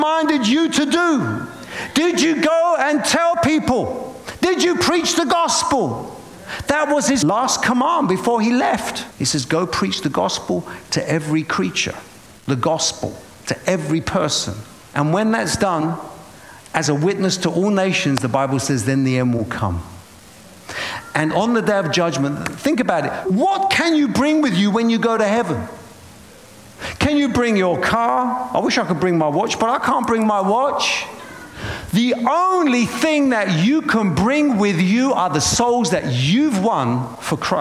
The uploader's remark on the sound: preaching at a Church in Boston